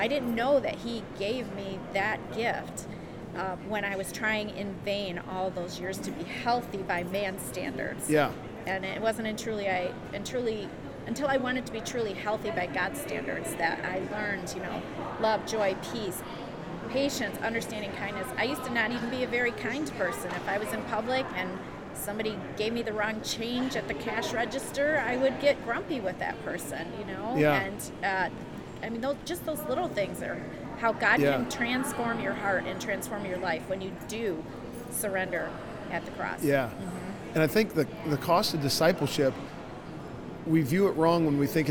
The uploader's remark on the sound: LIVE from CPE 2022!